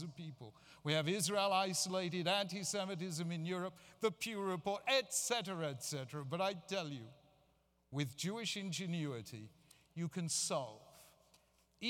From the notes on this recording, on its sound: Keynote address at the Jewish Federation of North America's 2014 General Assembly. A keynote plenary address to the Jewish Federations of North America’s General Assembly gathering in Washington DC.